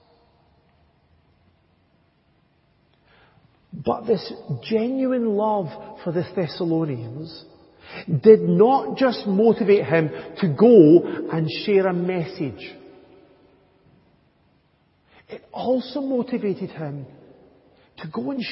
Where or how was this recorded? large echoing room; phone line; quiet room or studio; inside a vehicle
large echoing room